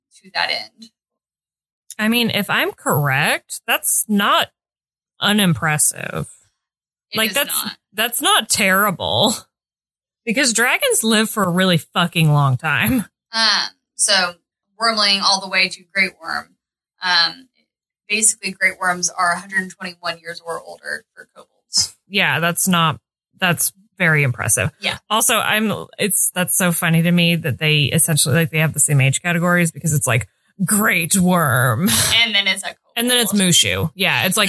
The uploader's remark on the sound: Editor's Note: The audio is better but still not 100%. Please have patience with us as we learn this entirely new system.